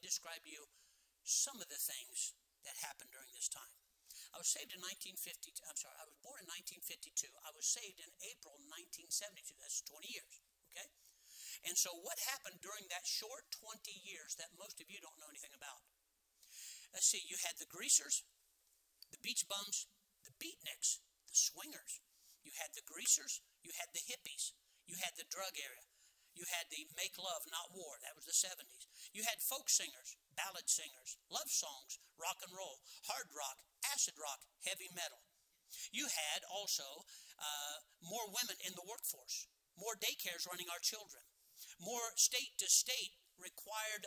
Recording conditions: large echoing room